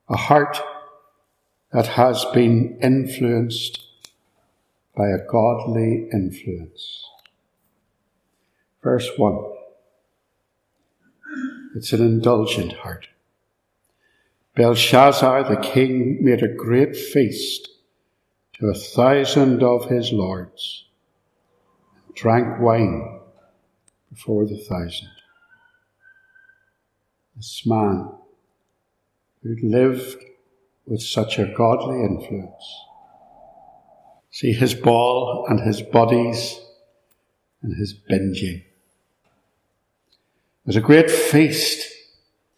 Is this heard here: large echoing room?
yes